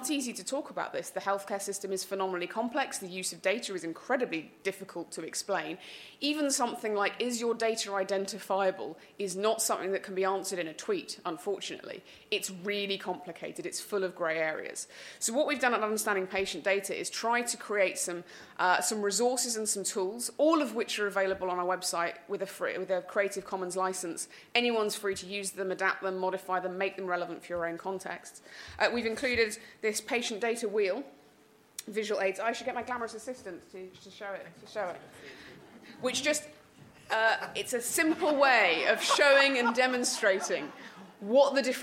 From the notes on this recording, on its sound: hear a session from the 2019 Patients as Partners EU conference